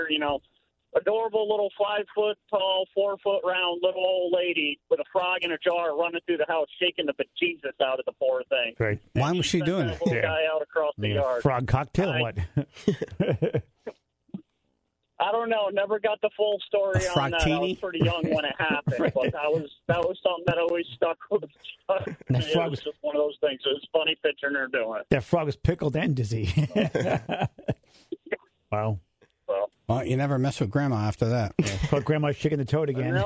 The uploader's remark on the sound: Took calls from the Tribe about their animal encounters.